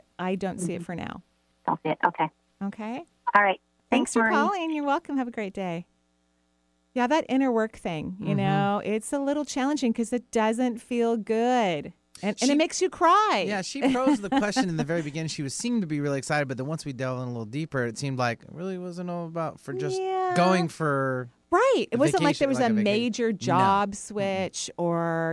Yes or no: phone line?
yes